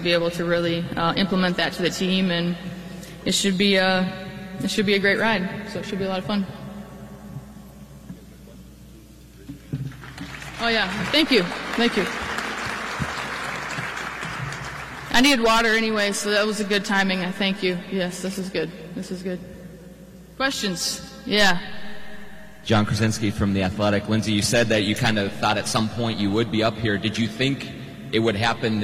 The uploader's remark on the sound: the live press cinference from Williams Arena